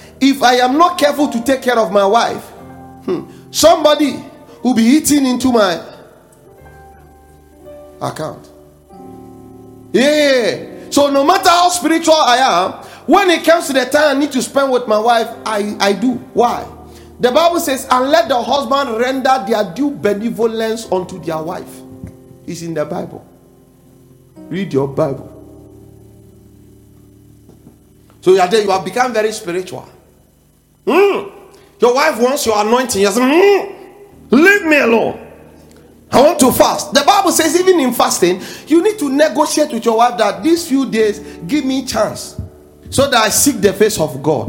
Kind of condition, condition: setting, large echoing room